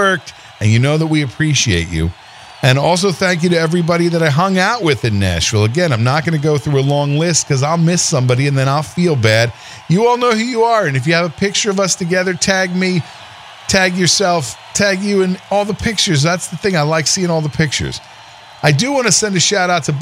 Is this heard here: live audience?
yes